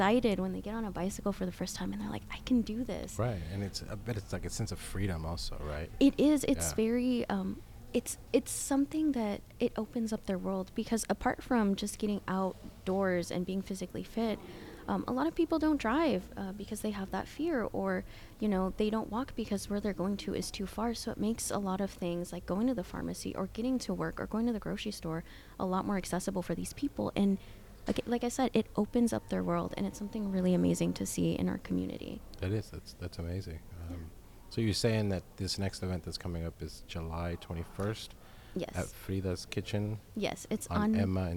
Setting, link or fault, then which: setting, busy venue